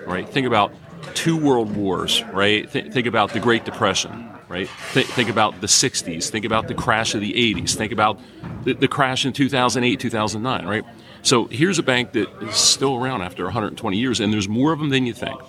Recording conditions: busy venue